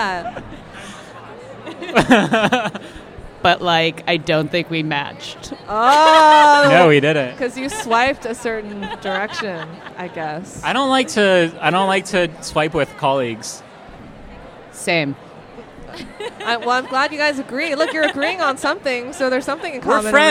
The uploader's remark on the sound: Live from INTERNET YAMI-ICHI: TRYTOBEGOOD (November 6, 2016)